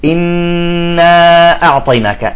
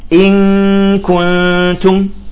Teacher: إذا كانت النون مشددة تكون أعلى ما يمكن، إذا كانت مخفاة تمام تكون أقل.